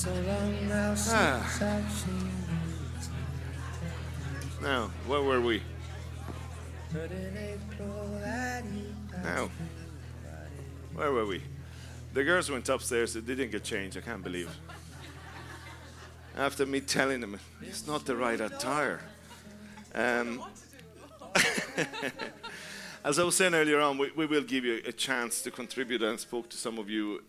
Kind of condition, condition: setting, live audience